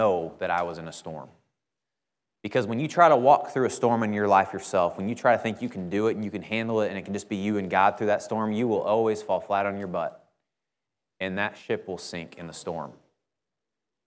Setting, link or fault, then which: setting, large echoing room